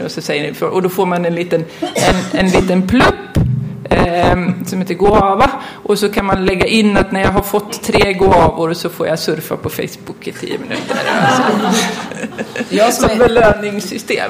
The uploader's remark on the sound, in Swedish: Panel på Swecon 2015 – Confuse i Linköping.